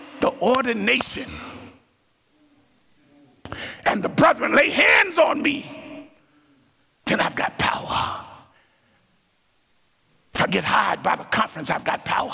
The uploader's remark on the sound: Tuesday night's main session at the 2023 Propel Conference